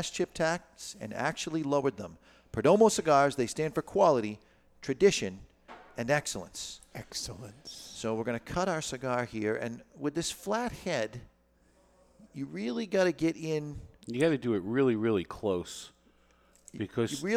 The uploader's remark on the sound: Is recorded live in front of a studio audience at Studio 21 Podcast Cafe upstairs at Two Guys Smoke Shop in Salem, NH.